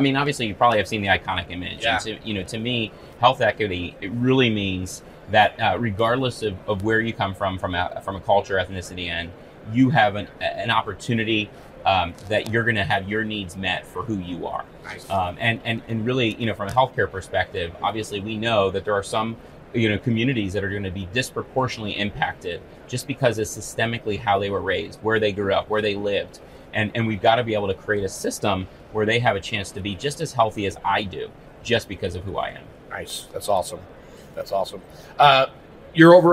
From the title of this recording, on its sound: Live at HIMSS